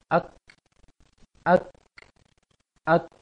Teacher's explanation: Kalau kaf, ditahan dulu pangkal lisannya, kemudian baru tiupkan angin kecil.